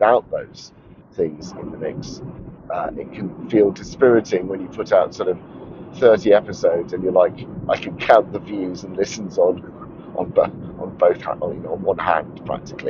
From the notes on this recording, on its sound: while driving home from a long school run